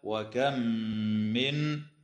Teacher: تدغم الميم الساكنة في الميم مع الغنة